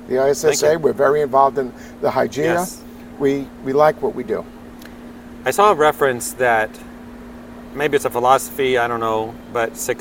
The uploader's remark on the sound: taped at ISSA Show North America 2022